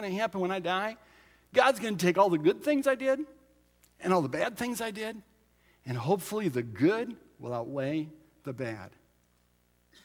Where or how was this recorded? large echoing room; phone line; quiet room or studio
large echoing room